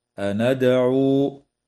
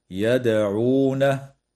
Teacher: وتقلقل الدال وصلا ووقفا في كلمة أندعو وفي كلمة يدعونه